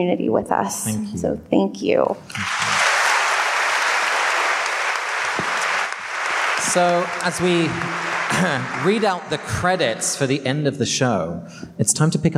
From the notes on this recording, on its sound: Live from Washington, DC. Here's the audio from our DC show.